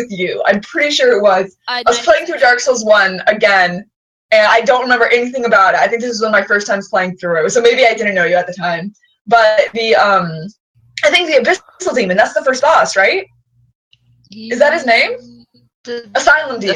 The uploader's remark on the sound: The audio in this is FINE, but as you might imagine, having four people on the same track isn't ideal. I think it's perfectly listenable, just a bit...chaotic, which I think suits the tone of the conversation.